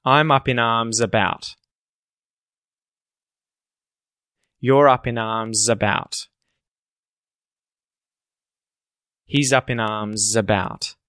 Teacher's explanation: you'll hear the S at the end of arms become a Z sound that joins to about